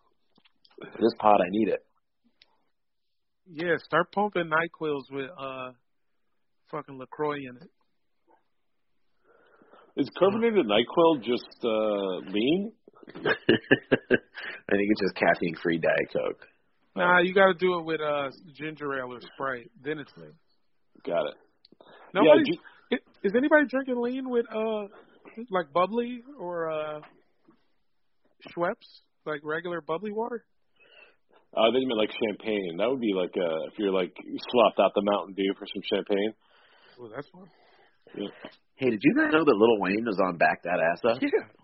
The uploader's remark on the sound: hop on the phone